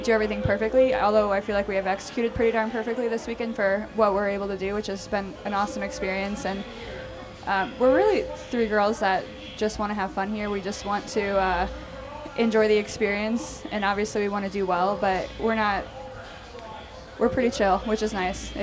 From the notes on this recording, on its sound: A jam packed episode recorded live on stage at Wodapalooza in Miami.